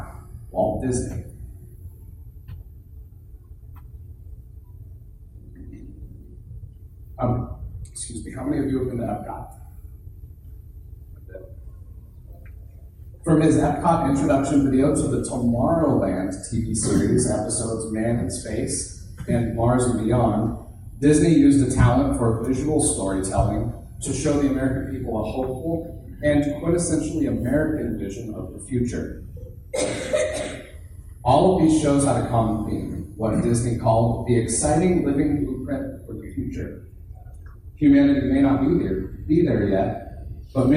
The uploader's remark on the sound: Thanks to everyone that came out to the event, it's was a lot of fun and mildly terrifying because I'm used to speaking with all of you here on the podcast and not in a live setting in front of people.